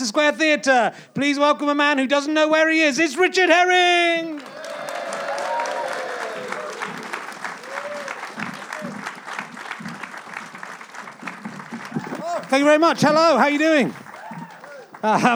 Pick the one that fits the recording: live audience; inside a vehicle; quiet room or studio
live audience